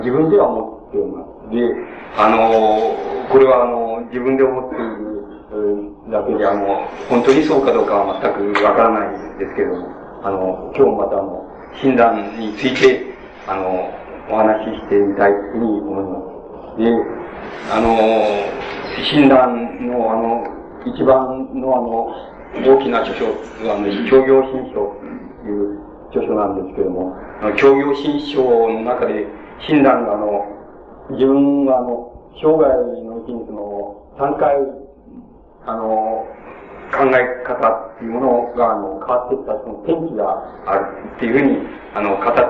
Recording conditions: poor sound quality